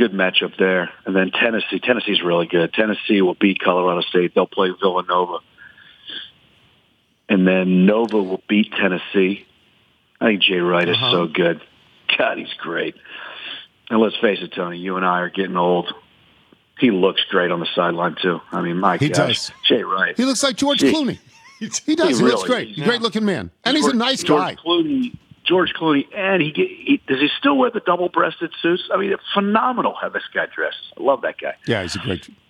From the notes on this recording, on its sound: Phones. Calls in with his bracket.